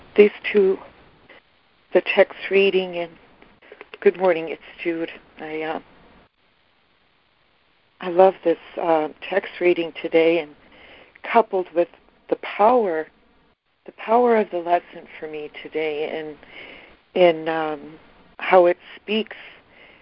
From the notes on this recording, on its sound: ACIM Daily Conference Call